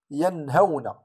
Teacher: حكمه إظهار النون الساكنة بدون غنة